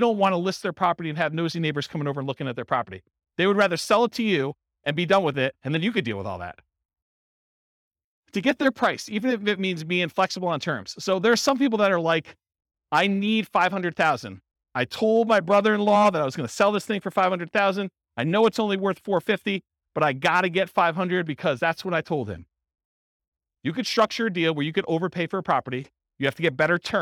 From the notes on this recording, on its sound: This was a live class recorded. Allentown, Pennsylvania.